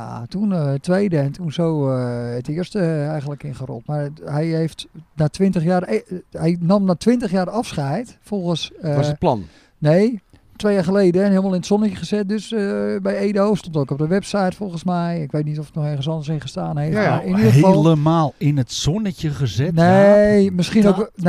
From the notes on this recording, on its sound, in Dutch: De eerste aflevering van ons tweede seizoen is opgenomen in de buitenlucht. Vanaf het prachtige terras op de Krom met zicht op de velden.